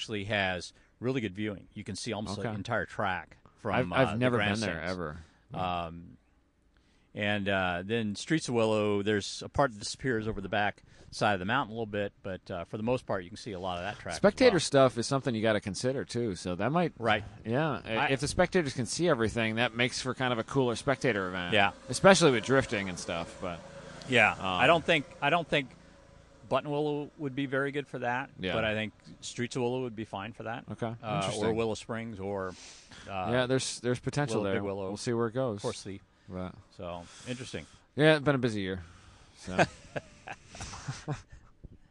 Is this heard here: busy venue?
yes